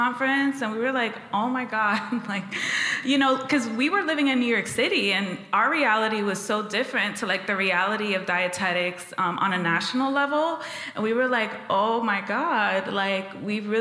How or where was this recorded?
live audience